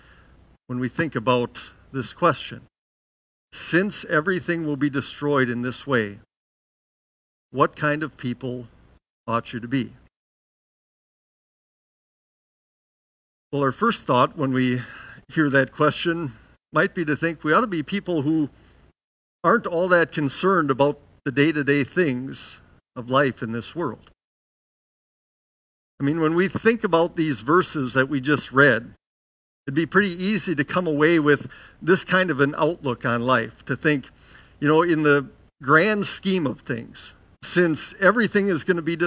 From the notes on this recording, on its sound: Bethany, Appleton, WI. Preached this sermon at Bethany's Saturday worship.